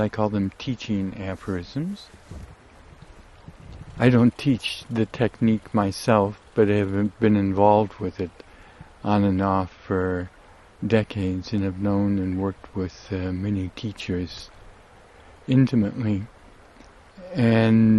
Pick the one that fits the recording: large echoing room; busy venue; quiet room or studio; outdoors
outdoors